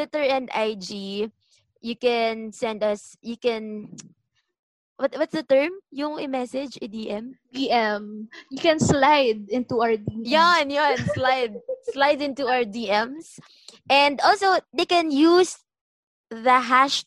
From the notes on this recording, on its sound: The audio still sucks but we promise to use legit microphones on our next episode, cross our hearts!